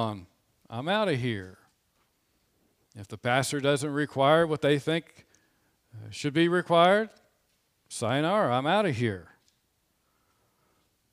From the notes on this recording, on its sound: This sermon was preached on Sunday, January 31, 2021 from the pulpit of Grace Community Church in Berea, KY.